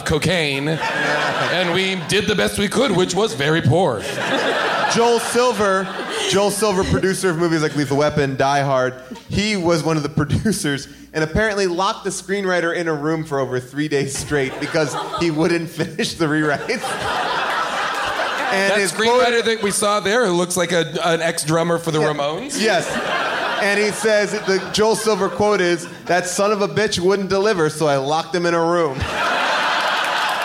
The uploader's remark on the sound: Recorded LIVE at Largo in Los Angeles